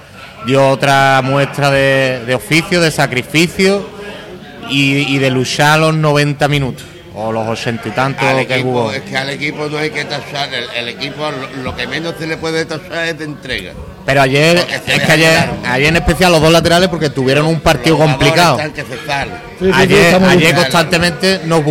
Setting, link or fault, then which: setting, busy venue